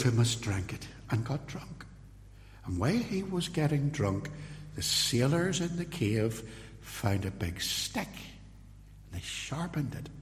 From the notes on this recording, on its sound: This podcast contains a sermon., delivered at Templepatrick reformed Church, and released on this platform with permission.